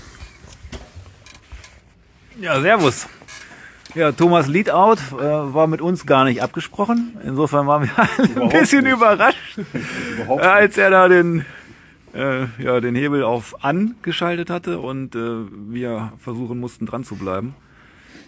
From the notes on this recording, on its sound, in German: Sonderfolge zur Belgian Mountainbike Marathon Challenge BeMC. Durch die wunderschönen belgischen Ardennen. Live Eindrücke, die unsere Fahrer rund um das Rennen festgehalten haben.